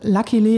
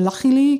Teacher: also immer mit so einem Schweizer CH fast · Shown in: second take